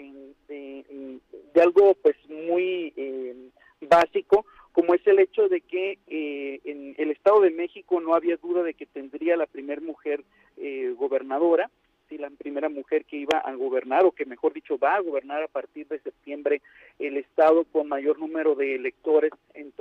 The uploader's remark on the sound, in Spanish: entrevistamos vía telefónica